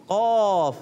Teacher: زبان کی جڑ اور تالو کے نرم حصے سے ادا. تالو کے نرم حصے سے جب زبان کی جڑ ٹکراتی ہے تو ادا ہوتا ہے قاف